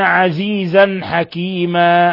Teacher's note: تنوين فتح جاء بعده الحاء إظهار حلقي